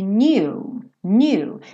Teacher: percebe que esse K é mudo